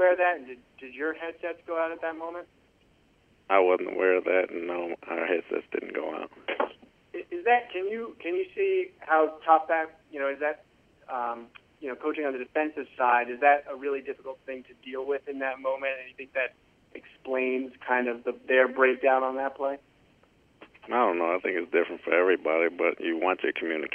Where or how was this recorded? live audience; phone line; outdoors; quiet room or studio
phone line